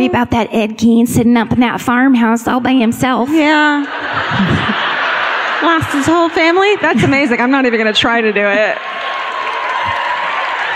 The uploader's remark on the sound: Live at the Riverside Theater in Milwaukee (2017).